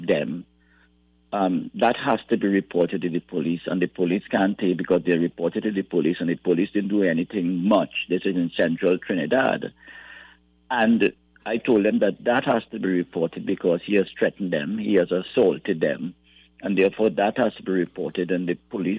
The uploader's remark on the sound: During this hour we take calls from our audience